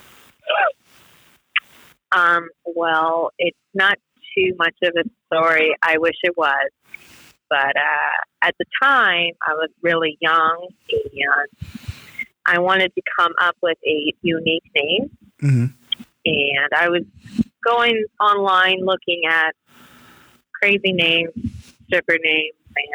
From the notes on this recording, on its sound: We had to make this a phone interview due to COVID, but still very interesting.